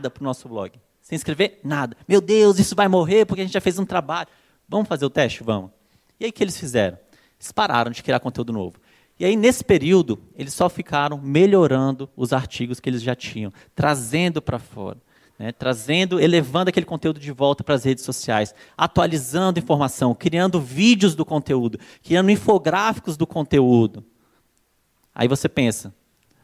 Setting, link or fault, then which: setting, live audience